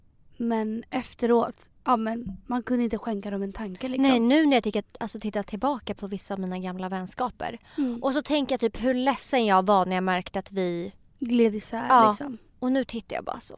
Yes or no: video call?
no